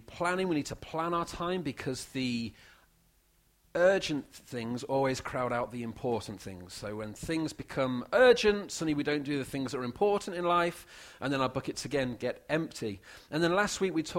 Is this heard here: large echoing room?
yes